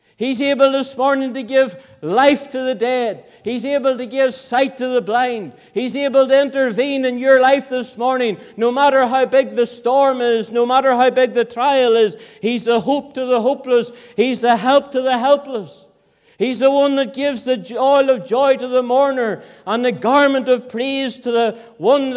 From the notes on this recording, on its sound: Sunday Morning. This audio was recorded at the Lifeboat Fellowship, Grange Corner, Moy.